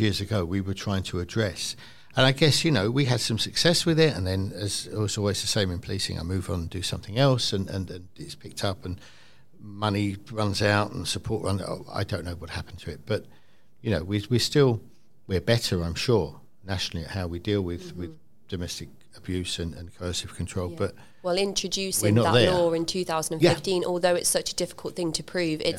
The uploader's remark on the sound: CrimeCon UK 2022 LIVE in Glasgow. In this special episode recorded live. At CrimeCon in Glasgow.